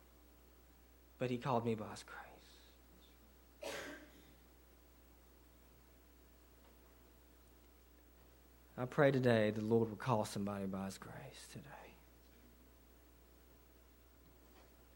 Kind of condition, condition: setting, large echoing room